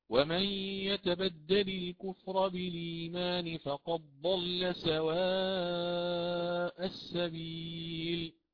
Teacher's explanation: ولكن عنده الآن النقل بالإيمان مع القصر